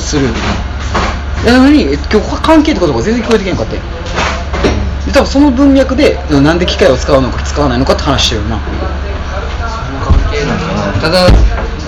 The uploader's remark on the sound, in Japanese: トークイベント後の打ち上げにて